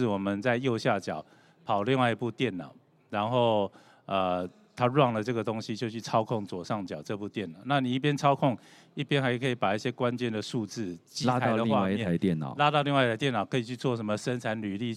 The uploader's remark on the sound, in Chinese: 本集節目於2022年「台灣國際智慧製造系統整合展（TIIM）」展期間錄製